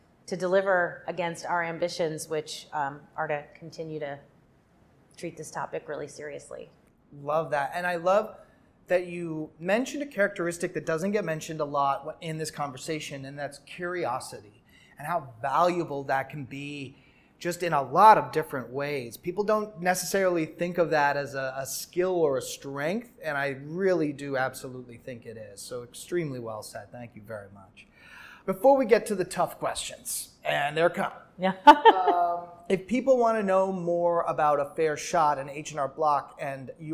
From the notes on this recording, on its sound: recorded on site at the 2023 ANA Brand Masters Conference in Bonita Springs, Florida